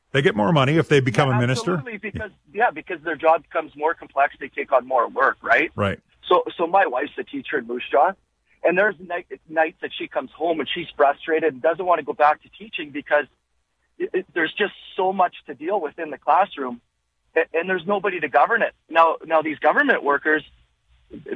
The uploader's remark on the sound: opens up the phone lines to take your calls